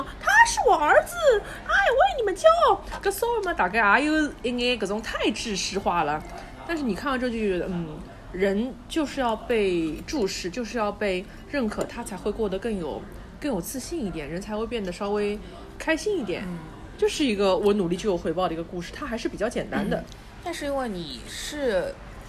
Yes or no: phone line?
no